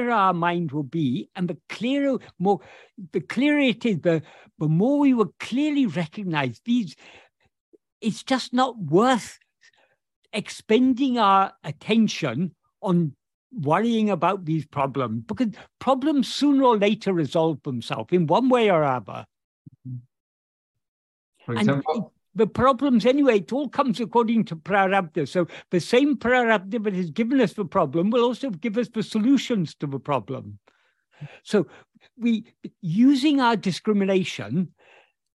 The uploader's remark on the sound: In a Zoom meeting.